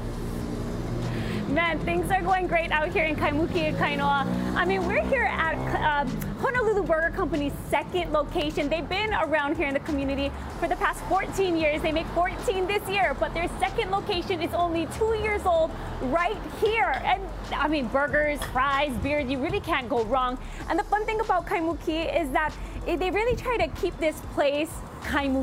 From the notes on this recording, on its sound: live at a new burger joint in Kaimuki